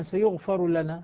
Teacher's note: تدغم الراء في اللام